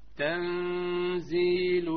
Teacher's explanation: الغنة بمقدار حركتين مع الإخفاء